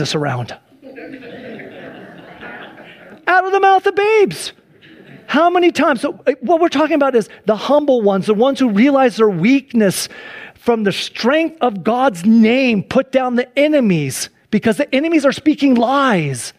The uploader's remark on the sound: Sunday church service livestream